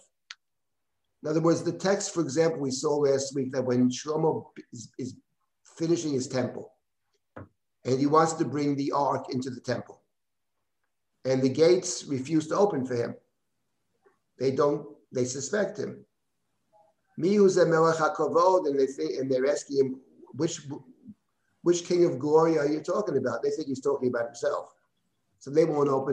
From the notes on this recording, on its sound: This audio was originally captured from Zoom